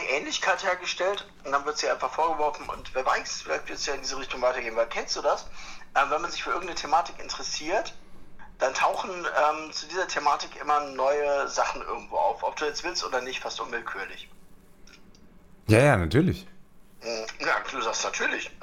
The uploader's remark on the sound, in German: am Telefon zugeschaltet